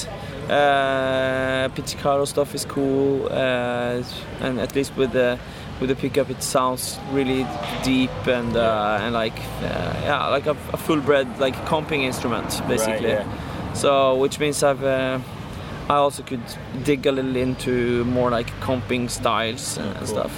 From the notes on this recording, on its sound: We really were rushed as our schedules only just matched up for an hour and we had difficulty finding anywhere quiet. We opted for the park down the way from Ronnies so the sound quality is not amazing and there is alot of background noise.